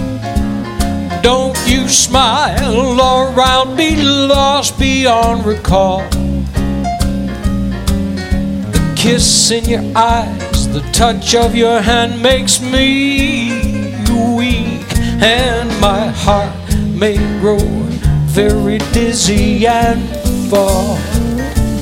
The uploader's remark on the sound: Live at the Southpoint.